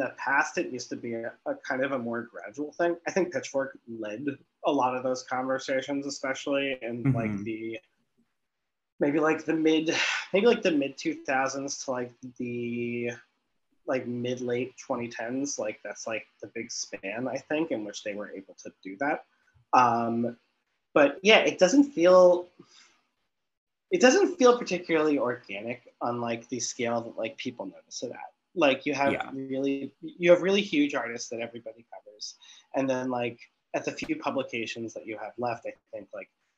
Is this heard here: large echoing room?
no